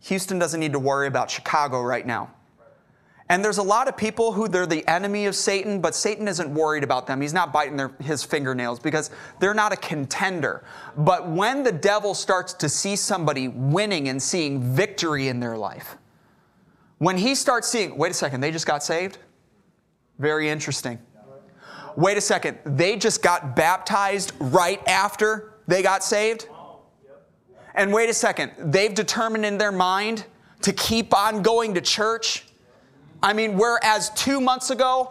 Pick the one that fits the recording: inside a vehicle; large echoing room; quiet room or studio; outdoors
large echoing room